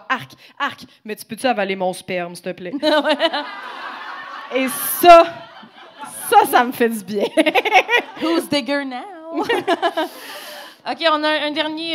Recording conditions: live audience